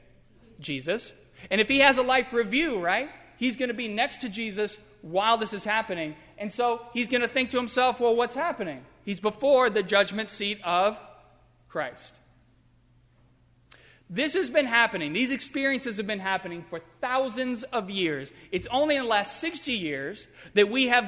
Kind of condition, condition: setting, large echoing room